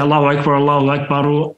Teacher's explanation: You say Allahu Akbar with like a sukoon, a stopping at the end. With the iqama, you should join them.